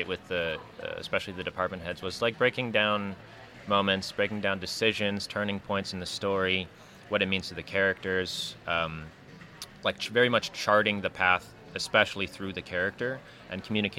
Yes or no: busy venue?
yes